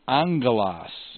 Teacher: when angelos becomes angelon, the accent stays on the antepenult · Term: nouns are retentive